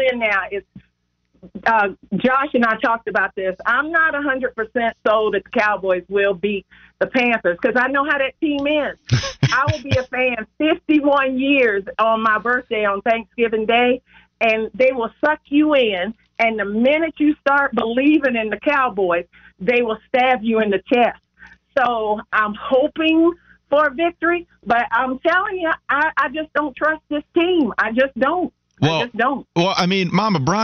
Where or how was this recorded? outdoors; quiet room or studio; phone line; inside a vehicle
phone line